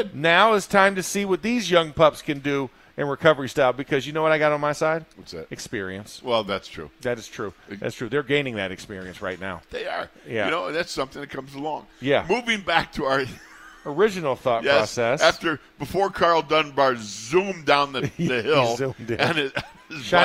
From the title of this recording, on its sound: In the Locker Room Live from Steelers Camp Day 9